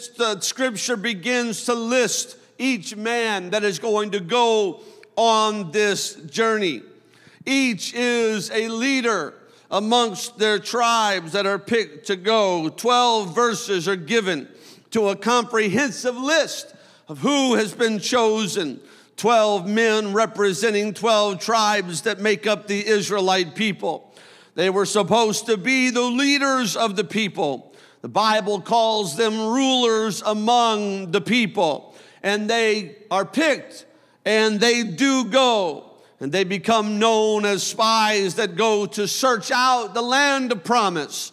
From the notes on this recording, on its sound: a service recording from Connect Point UPC